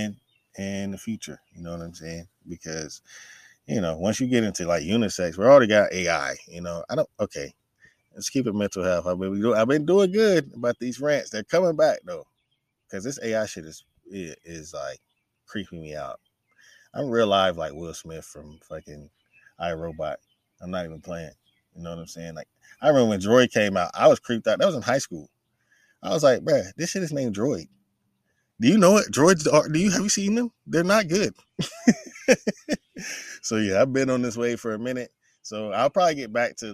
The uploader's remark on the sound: brings me outside again on Instagram Live